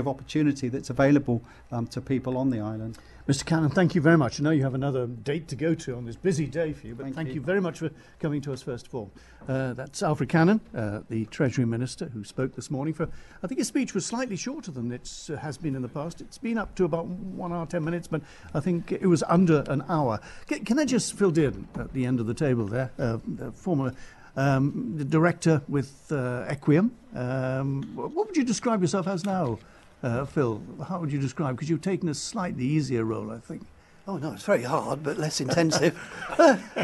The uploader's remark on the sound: The annual Baker Tilly Isle of Man Budget Programme live from the Millennium Room at Legislative Buildings.